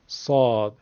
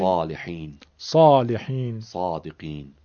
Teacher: سین رو در جلوی دهان میگیم، صدای پرحجم از تو حلق اضافه میکنیم · Term: حرف صاد